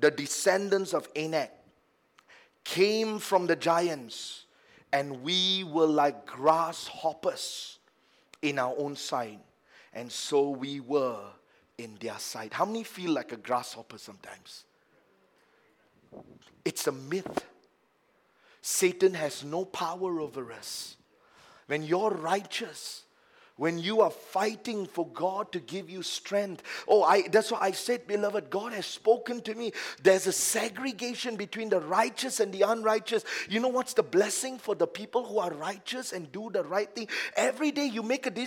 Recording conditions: large echoing room